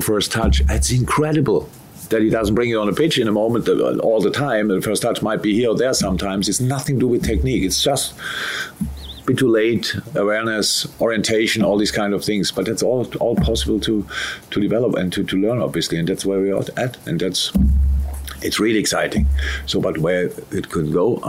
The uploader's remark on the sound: Pre-Match Press Conference